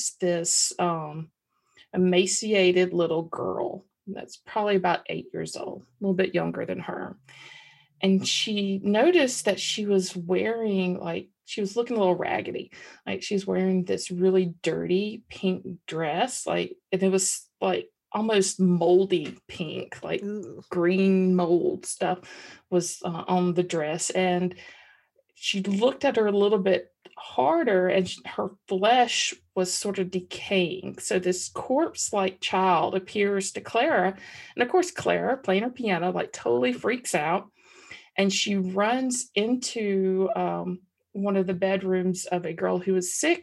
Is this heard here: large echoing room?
no